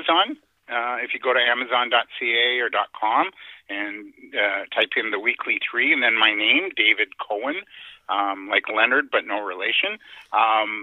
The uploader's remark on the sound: On the phone with us today.